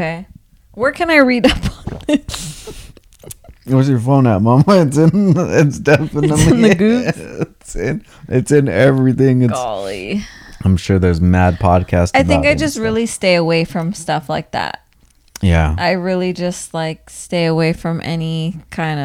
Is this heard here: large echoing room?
no